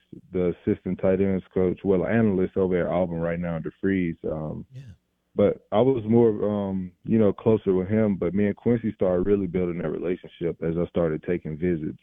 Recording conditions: phone line